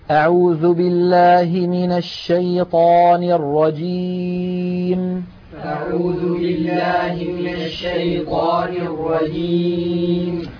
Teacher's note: سددت الأنف الآن ولم يتغير الصوت، فنطقنا كان بياء صحيحة خالية من الغنة. أما لو قلنا الرجيم نلاحظ بأن الصوت يختل بسبب سد الأنف وفتحه.